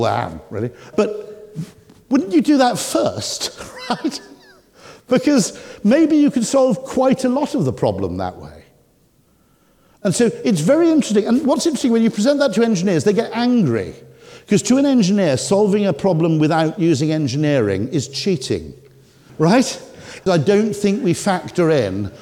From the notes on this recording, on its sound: The leading behavioural scientist and commentator gave the keynote speech at the JCT Traffic Signals Symposium, and you’ll hear some of what he had to say today.